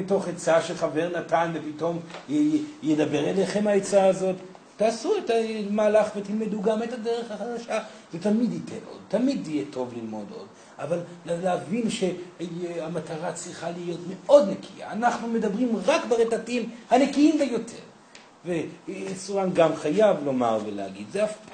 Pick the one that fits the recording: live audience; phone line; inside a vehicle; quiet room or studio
live audience